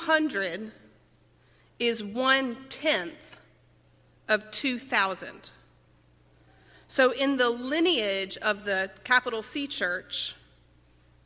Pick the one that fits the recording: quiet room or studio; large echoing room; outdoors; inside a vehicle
large echoing room